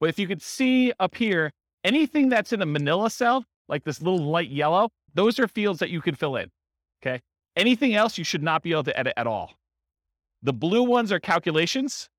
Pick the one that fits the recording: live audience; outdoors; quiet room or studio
live audience